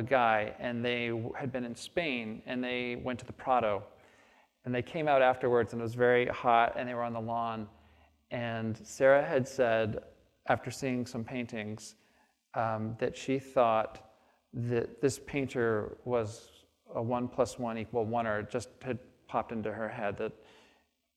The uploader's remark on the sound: on the stage of the Traverse City Opera House